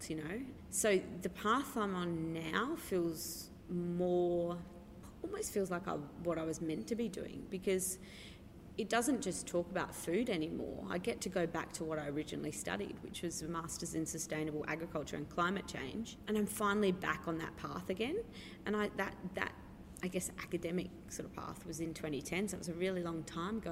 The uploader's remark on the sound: Recorded at the bookstore Better Read Than Dead on the night of the launch